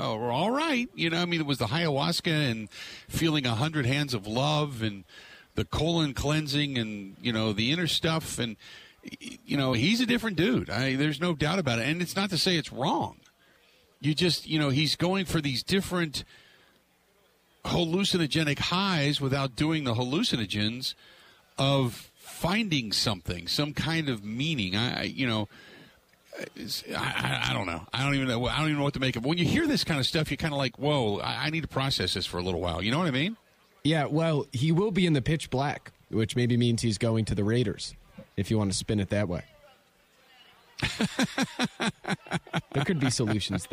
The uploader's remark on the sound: Live From Radio Row At Super Bowl 57